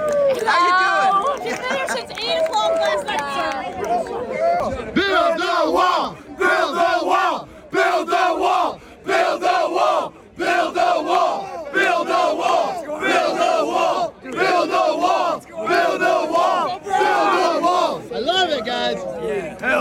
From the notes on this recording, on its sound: Live Coverage From Coastal Carolina … Rally